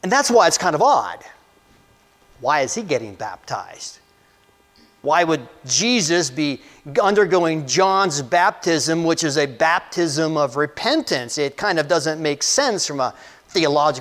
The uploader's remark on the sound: This message was delivered on January 07, 2024 at Amity UCC Church in Meyersdale, PA.